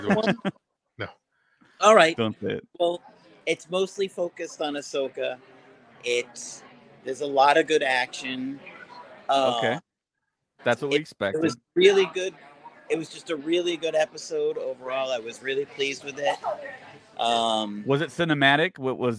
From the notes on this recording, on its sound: LIVE Out of the Theater Reaction from Fan Event.